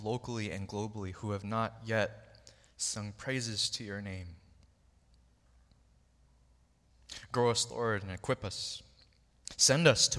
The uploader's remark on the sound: Recorded on October 8, 2023 at Waialae Baptist Church.